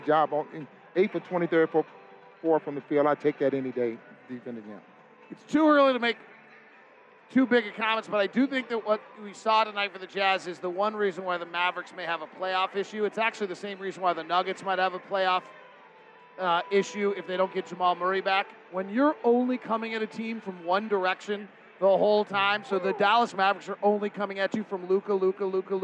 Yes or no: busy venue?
yes